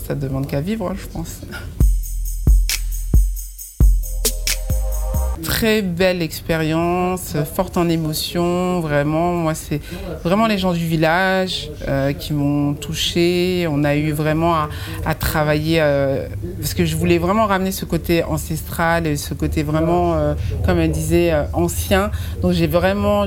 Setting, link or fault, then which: setting, busy venue